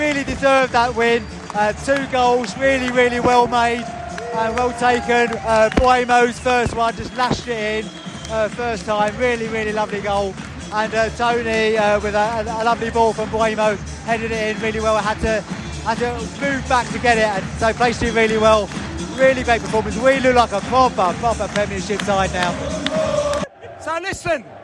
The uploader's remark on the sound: Post Match Podcast from The Stands and Pub